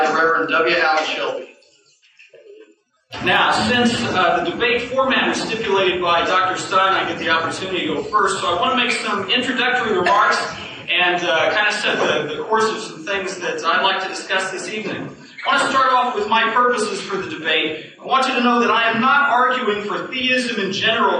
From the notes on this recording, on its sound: In February of 1996 the Kansas University Debate Team sponsored a debate on the existence of God. The lecture hall was packed with 850 students in attendance. A remastered recording of that 1996 debate.